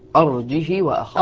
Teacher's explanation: قالون يقرأ بترك الهمزة وكسر الهاء وقصرها